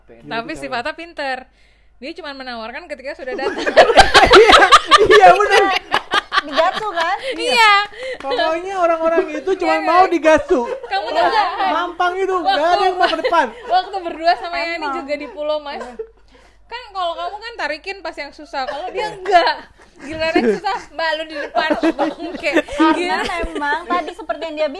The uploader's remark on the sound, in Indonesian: mohon maaf episode kali ini bakal kurang enak didengar, karna ada suara kresek-kresek yang ga enak didengar